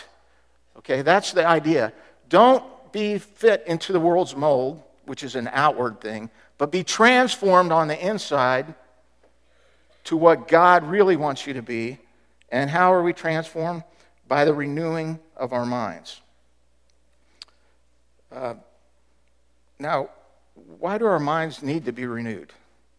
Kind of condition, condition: setting, large echoing room